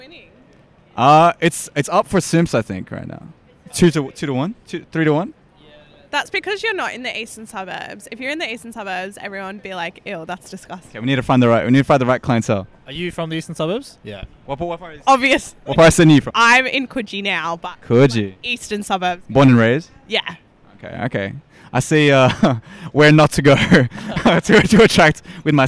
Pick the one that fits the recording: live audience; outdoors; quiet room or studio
outdoors